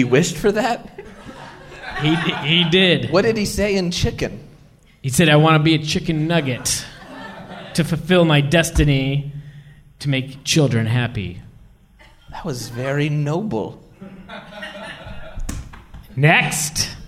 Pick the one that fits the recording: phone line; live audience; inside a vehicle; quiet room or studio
live audience